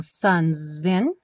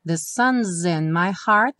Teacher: O S ganhou um som de Z.